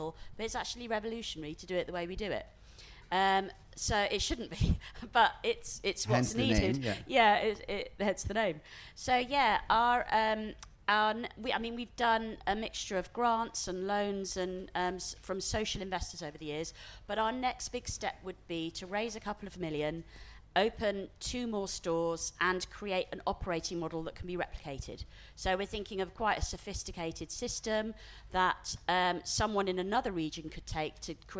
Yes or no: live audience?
yes